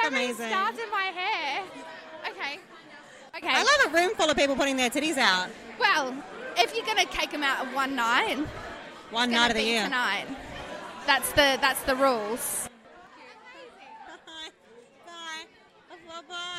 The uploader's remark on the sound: An in the moment account of the highly anticipated "MX Burlesque WA" finals for 2023. Discussions on the red carpet and live reactions of the event from the audience.